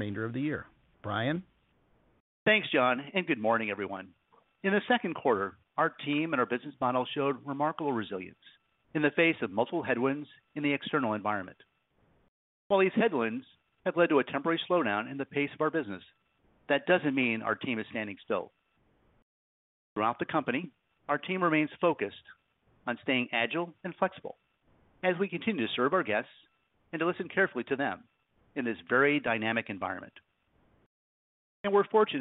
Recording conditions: phone line